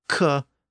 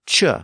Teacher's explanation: When the C appeared before vowels pronounced in the front of the mouth, so E or I or Y, it tended to switch from a K sound to a CH sound in Old English · Term: palatalization